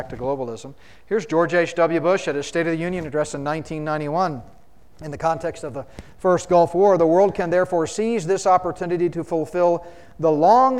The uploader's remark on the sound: spoke at the 2023 Solid Bread Prophecy Conference in Fort Collins, CO.